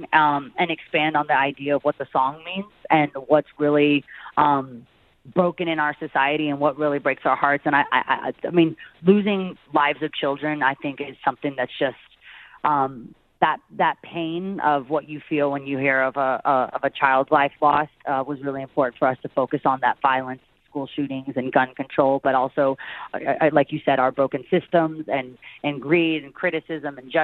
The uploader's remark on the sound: called